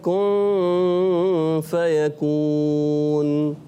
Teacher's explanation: کن زبان مخرج میں کامل طور سے نہیں لگتی، ہلکی سی ٹچ ہوتی ہے، ٹچ ہونے کے بعد آپ کی آواز جو ہے ناک میں جانی چاہیے · Term: اخفاء غنہ